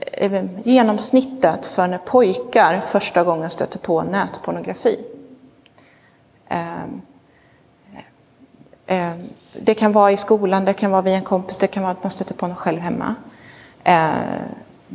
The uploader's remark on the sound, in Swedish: Inspelad i Roseniuskyrkan